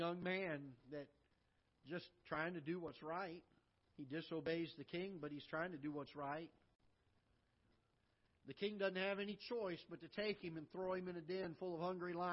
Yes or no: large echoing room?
yes